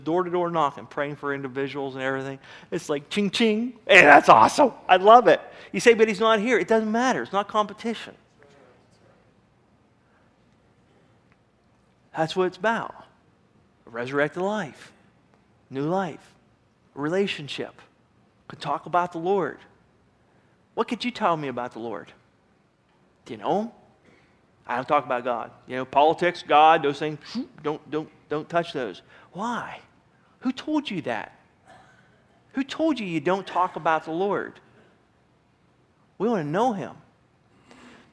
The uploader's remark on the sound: Sermon was recorded June 28, 2009 at Northside Baptist Church of Elkhart, Indiana